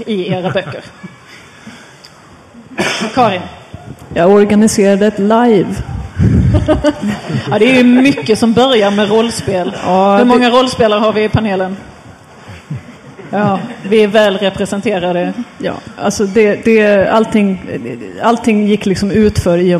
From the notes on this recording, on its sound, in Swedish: Spelar in ett specialavsnitt inför publik.